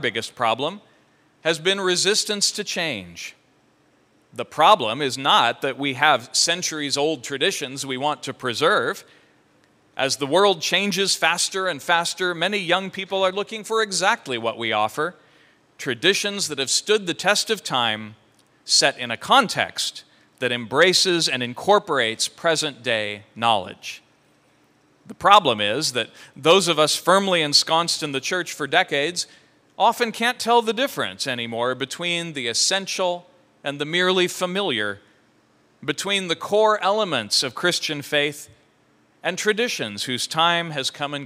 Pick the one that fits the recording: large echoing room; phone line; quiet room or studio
large echoing room